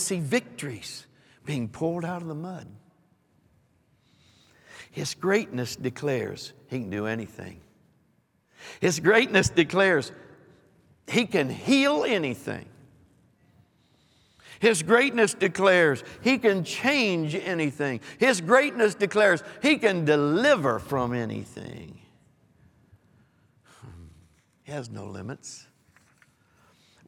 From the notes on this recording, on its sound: Recorded live on 1/15/23.